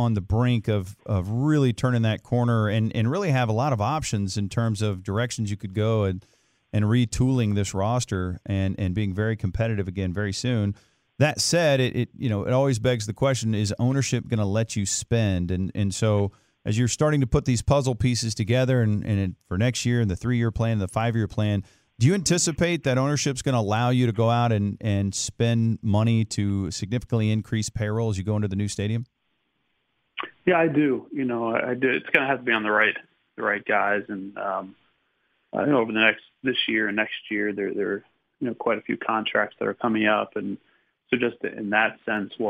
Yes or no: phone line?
yes